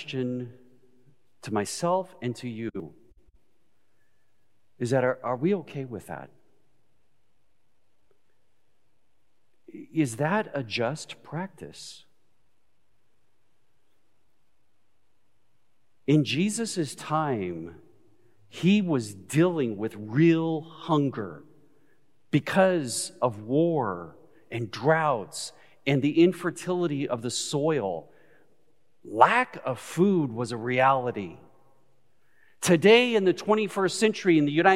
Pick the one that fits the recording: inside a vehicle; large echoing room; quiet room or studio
large echoing room